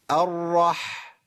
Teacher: سامعين صوت الحاء، لازم بحه الحاء دي تبان